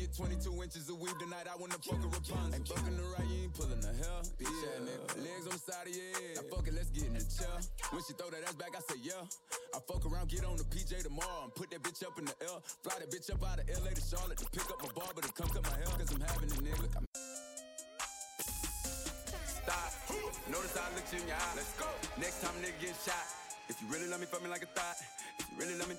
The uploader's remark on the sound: Live Mix from Party in #LasVegas with a few AdLibs on the Mic.